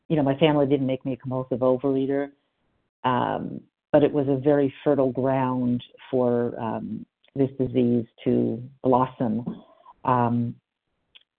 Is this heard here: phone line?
yes